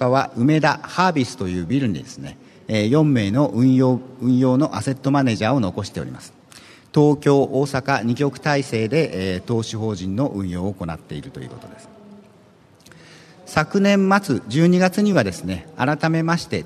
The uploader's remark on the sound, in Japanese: ２月２０日に東京証券取引所で開催した「J-REITファン2016」に登壇した。IRセミナーをダイジェスト版でお送りします。